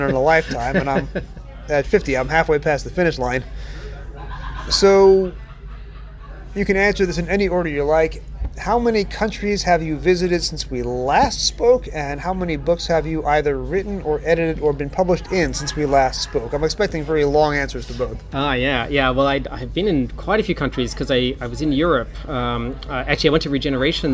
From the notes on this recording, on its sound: Live from Los Angeles. Sunday morning at Gallifrey One. Live interviews recorded at the con.